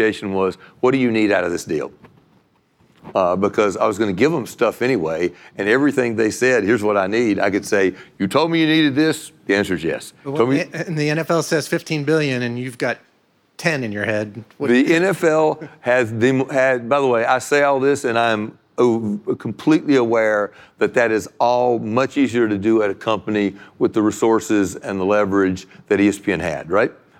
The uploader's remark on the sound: Live from Code Media 2019.